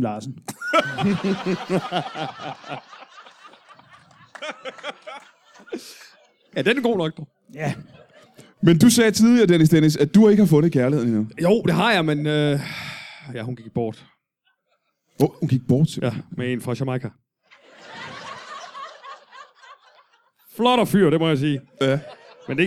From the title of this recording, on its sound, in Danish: LIVE fra Holbæk